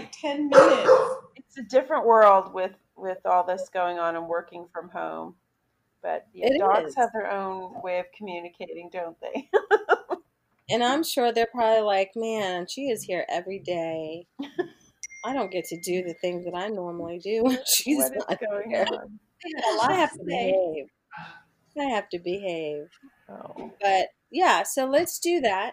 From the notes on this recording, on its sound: Forgive the wonky audio. I put my audio editing skills to the test and well, the results were less than stellar.